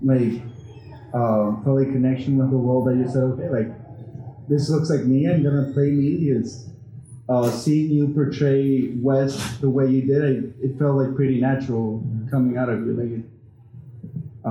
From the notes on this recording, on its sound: Recorded live at the Sunrise City Comic Con, FanCor hosted a Q&A.